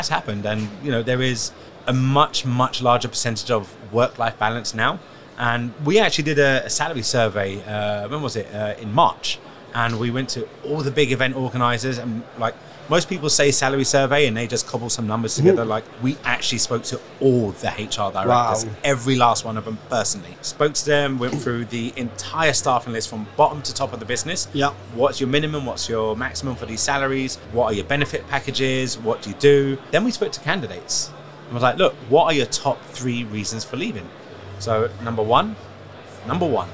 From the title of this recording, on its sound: Live from SES